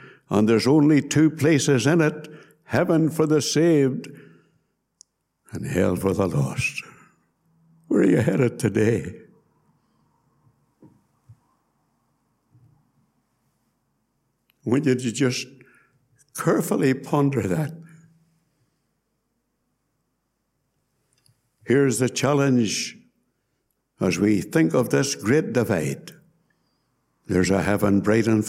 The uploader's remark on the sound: Gospel Audio from Ballyclare Gospel Hall.